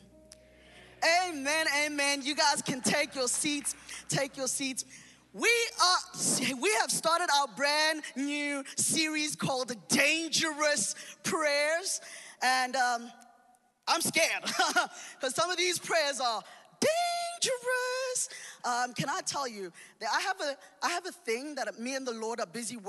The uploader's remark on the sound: Recorded live on Sunday the 3rd October 2021